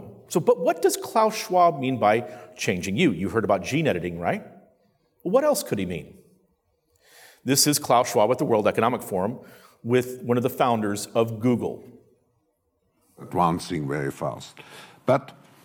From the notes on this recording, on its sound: During my introductory address at the With Liberty and Justice for All conference